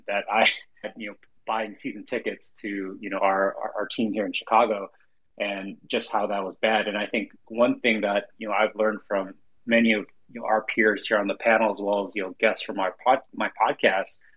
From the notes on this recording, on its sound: This special episode was recorded on Twitter Spaces on 1/20/2022.